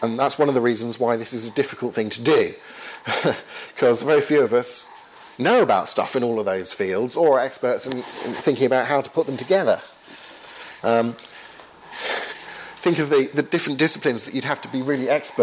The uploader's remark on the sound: Lecture with Q&A, delivered at a DNA training day in London, 28th April, 2015.